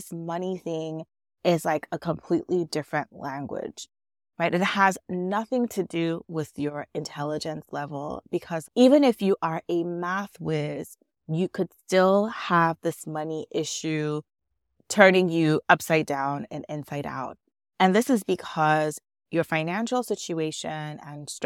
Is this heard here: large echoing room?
no